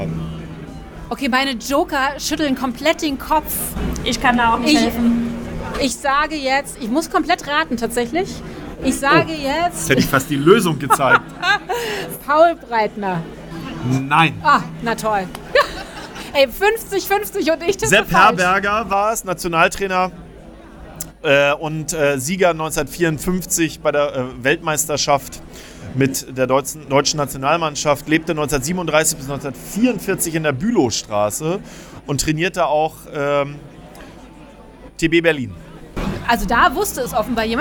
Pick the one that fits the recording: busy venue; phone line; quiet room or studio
busy venue